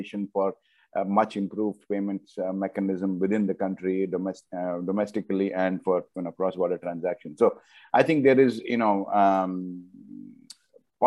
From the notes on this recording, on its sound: This public talk was conducted online via Zoom.